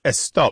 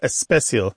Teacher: adding of the e sound before an S word in Spanish · Term: prothesis